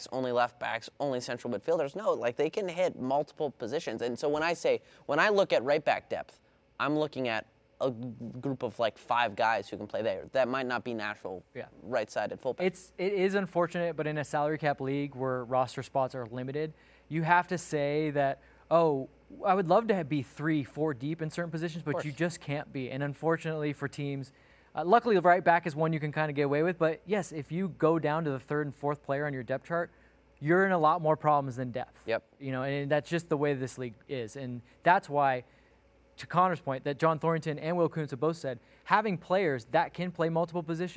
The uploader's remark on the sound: Live from Banc of California Stadium.